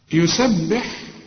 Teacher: خد بالك ان الباء هنا مكسور، كل هذه الكلمة مرققة